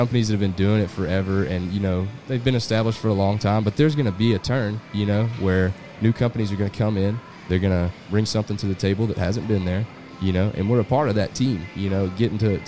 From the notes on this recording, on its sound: we are once again live on Sunday morning at Texas Trophy Hunter's Extravaganza